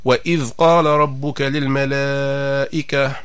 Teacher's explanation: وهنا نشير إلى ضرورة الاحتراز والحذر من قلقلة الذال الساكنة